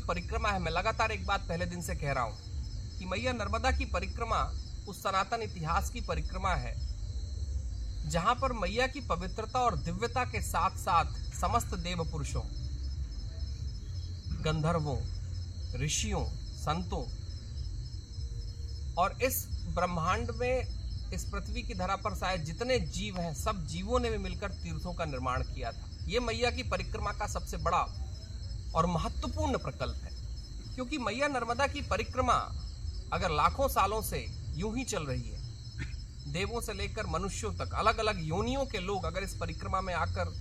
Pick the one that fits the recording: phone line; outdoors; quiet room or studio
outdoors